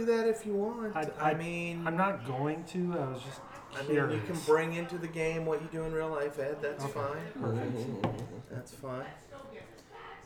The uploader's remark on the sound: Live from CondoCon